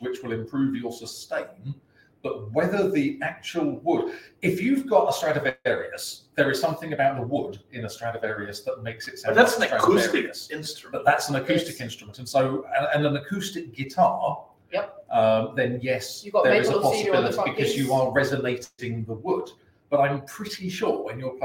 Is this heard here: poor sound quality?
yes